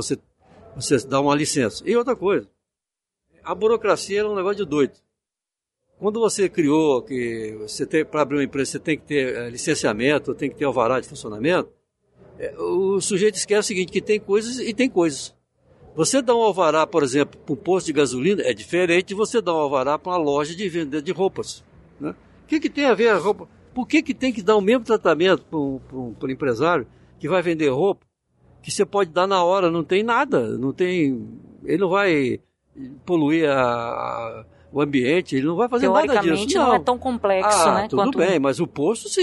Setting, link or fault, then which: setting, busy venue